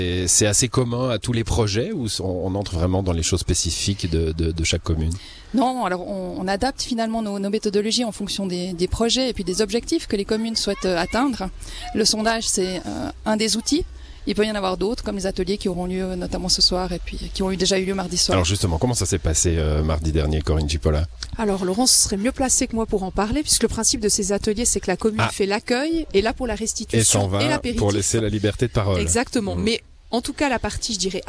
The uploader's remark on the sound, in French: Morgins. Emission en direct de la place du village.